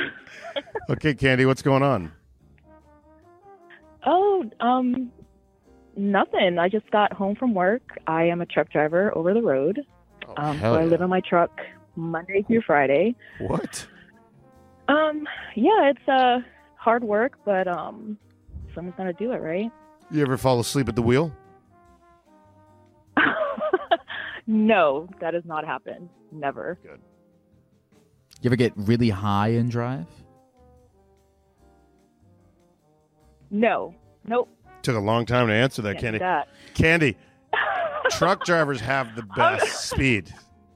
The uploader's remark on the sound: talk to people on the phone as geckos